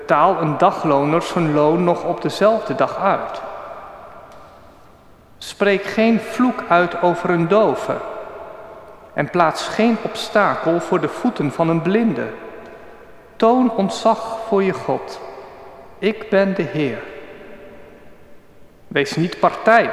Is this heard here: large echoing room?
yes